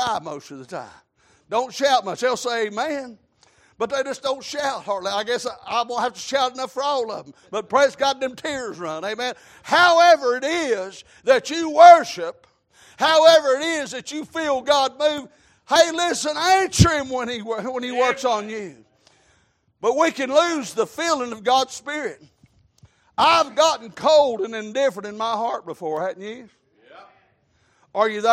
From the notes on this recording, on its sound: Sunday Evening Service.